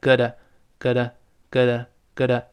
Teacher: 读快了之后会弱化，中间那个 t 轻轻地浊化成的，那两个 o、u 都弱化成 a